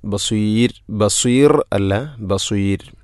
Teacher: ബസീർ എന്നത് മദ് ഇഅറദുൽ സുക്കൂൻ, അതുപോലെ റായിനെ തർഖീഖാണ് ചെയ്യേണ്ടത്